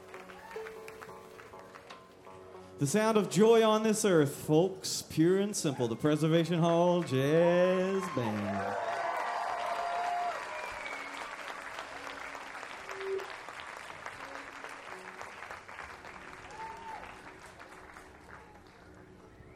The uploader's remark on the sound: Perform live at the Newport Folk Festival in Newport, R.I.